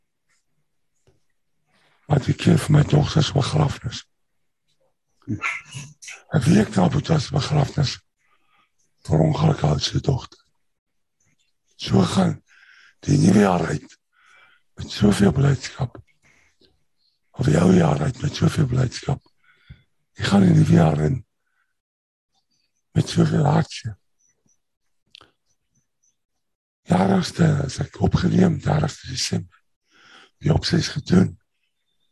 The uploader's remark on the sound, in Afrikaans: Manne van die Woord Zoom Byeenkoms.